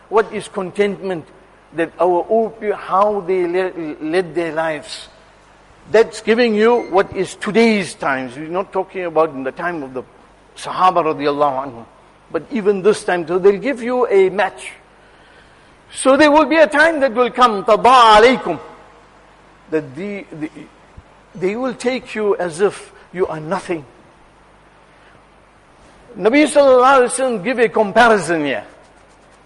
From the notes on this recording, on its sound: Jumuah lecture at Masjid ur Rahman